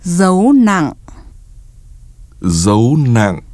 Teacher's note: Low falling broken tone.